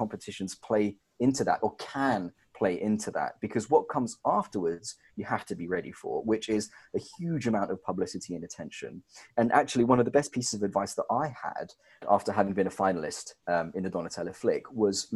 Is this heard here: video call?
yes